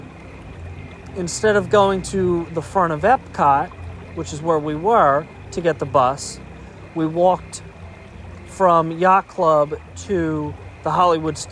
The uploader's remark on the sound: we do a walk and talk at Disney’s Wilderness Lodge